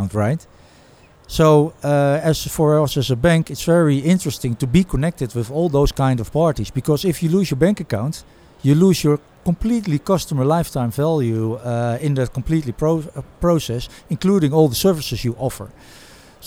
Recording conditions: busy venue